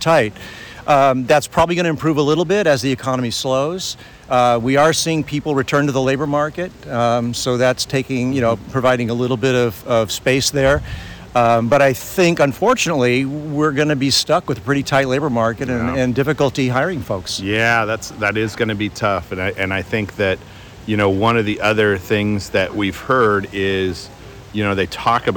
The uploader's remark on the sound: Aloha from the Western Candy Conference 2023! Live from Hawaii!